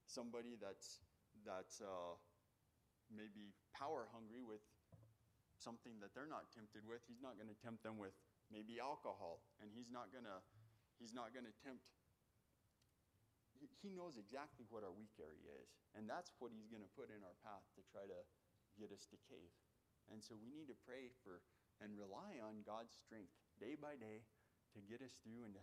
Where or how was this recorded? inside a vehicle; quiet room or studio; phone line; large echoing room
large echoing room